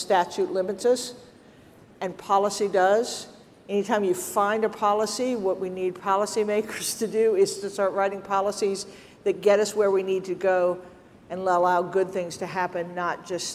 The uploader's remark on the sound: ServiceNow Federal Forum 2023: Keynote